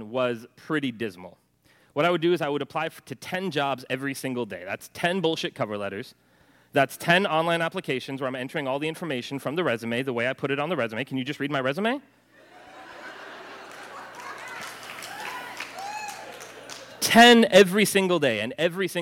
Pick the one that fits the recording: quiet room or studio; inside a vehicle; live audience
live audience